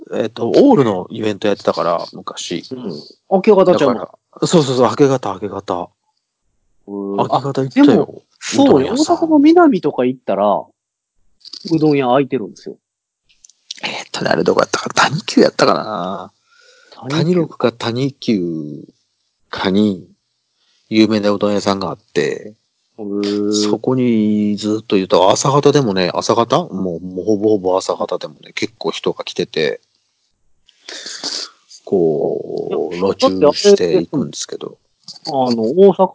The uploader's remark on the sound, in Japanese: 久しぶりにSkype収録となっております。音質申し訳ない。